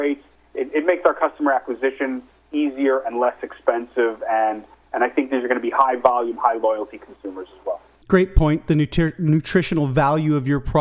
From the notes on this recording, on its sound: called in to SmallCapVoice.